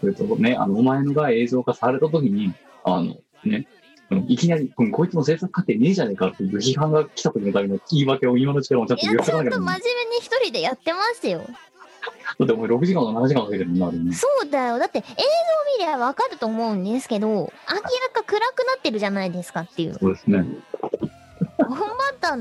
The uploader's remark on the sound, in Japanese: 本番組はリモート収録です。収録時環境の影響により、聴き取り辛い部分があります。